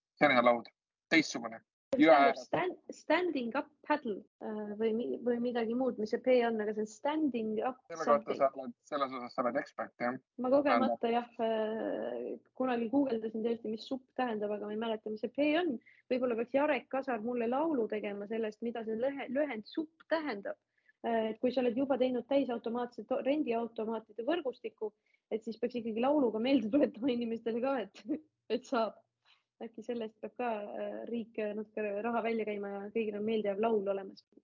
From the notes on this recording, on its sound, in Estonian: Seekord retrokvaliteediga Zoomi-miniepisood